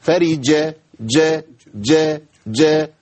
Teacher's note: الجيم لابد من بيان صفة الشدة فيها. فرجة ج ج ج انقطاع الصوت والنفس يبان فيها.